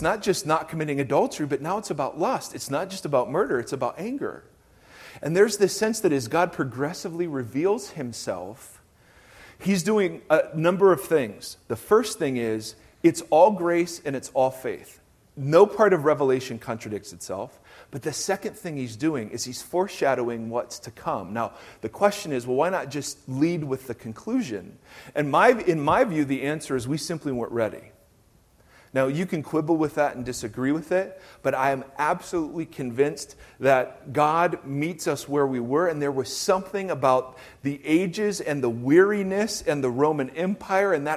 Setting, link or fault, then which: setting, large echoing room